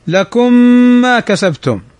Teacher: ميم ساكنة بعدها الميم، متماثلان صغير يدغم، الأول ساكن والثاني متحرك.